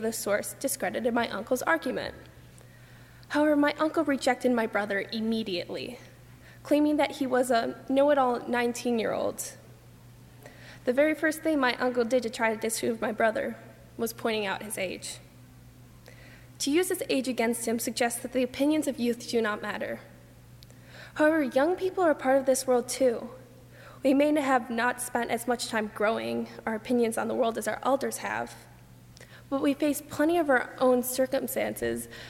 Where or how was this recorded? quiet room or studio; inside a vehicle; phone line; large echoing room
large echoing room